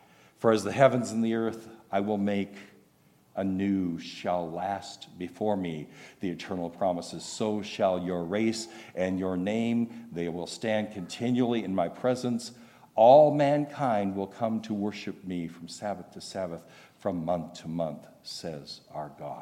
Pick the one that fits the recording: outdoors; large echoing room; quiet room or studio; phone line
large echoing room